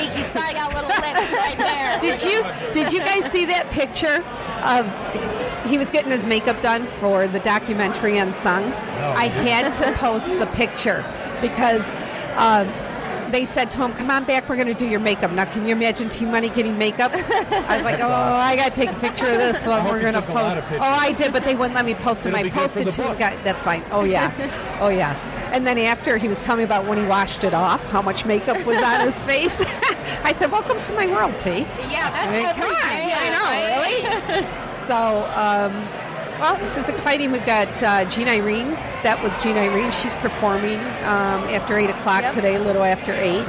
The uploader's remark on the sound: The Nooner Show Live from the Detroit Music Awards, Part 1.